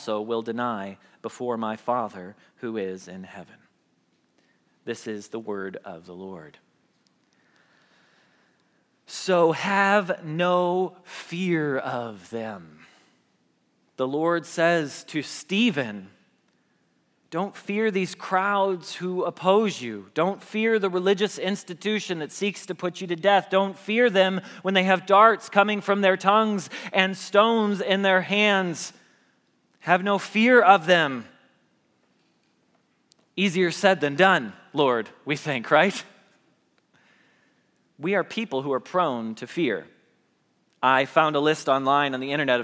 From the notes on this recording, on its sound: Message Preached at Valley Creek Church.